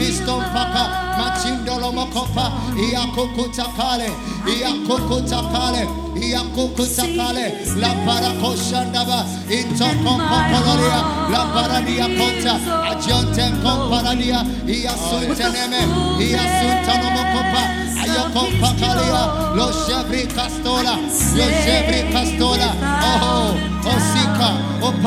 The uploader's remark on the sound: Preached At The First Love Centre, Accra, Ghana